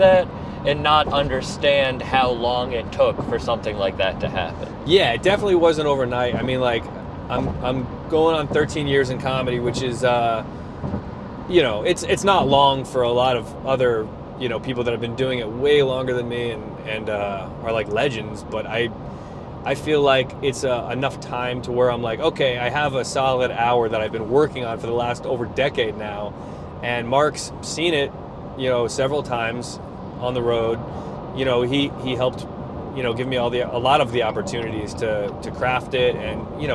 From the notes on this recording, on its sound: Recorded driving around Rhode Island